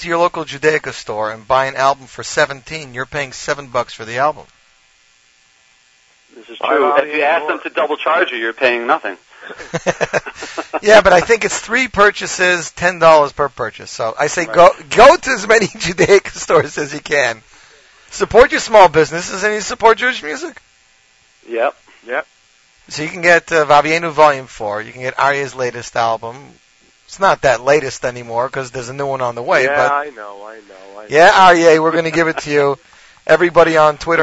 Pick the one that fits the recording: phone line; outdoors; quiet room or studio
phone line